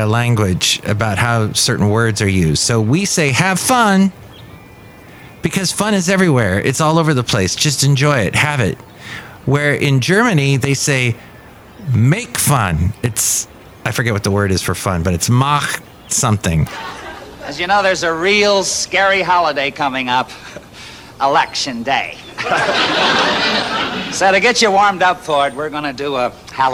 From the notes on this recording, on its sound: podcasts live from Café Anyway